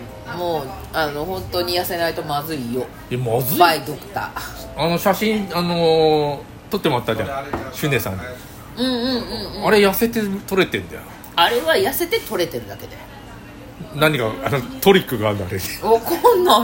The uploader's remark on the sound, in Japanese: 門真フグ「鉄砲」で収録